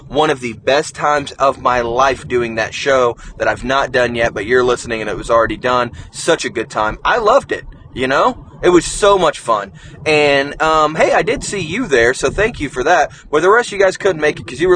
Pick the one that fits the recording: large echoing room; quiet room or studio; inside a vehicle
inside a vehicle